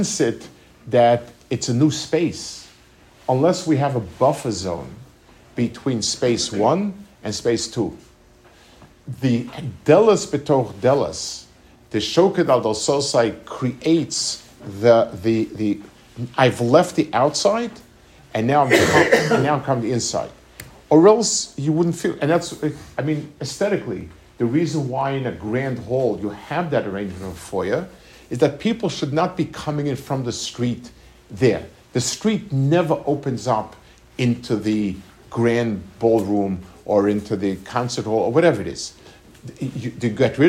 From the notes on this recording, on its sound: Delivered at the YU Community Kollel in Los Angeles. Delivered at the YU Community Kollel in Los Angeles.